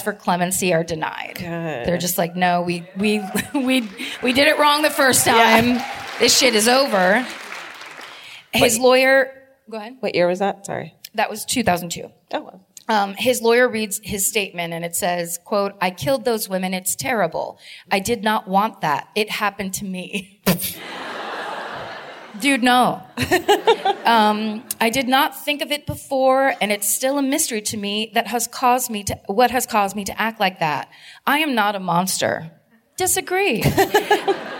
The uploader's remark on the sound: Live at the De Meervaart in Amsterdam (2018)